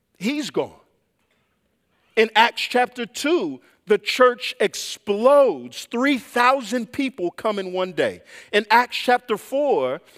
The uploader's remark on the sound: preached this sermon at Covenant Fellowship Church on May 28, 2023.